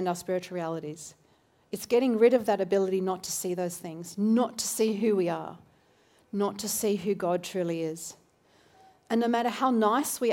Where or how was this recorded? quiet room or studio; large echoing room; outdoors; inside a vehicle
large echoing room